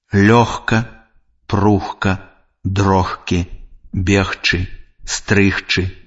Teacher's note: Звонкі зычны «г» перад глухімі зычнымі аглушаецца і вымаўляецца як «х».